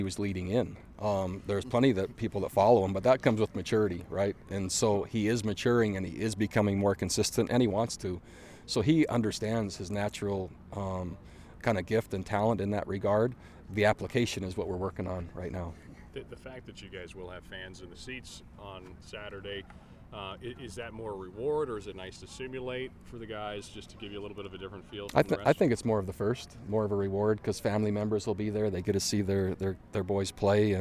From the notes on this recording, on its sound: we share the audio from the end of the 13th practice of spring ball